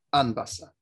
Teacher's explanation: It is Anbasa with the stress on the first syllable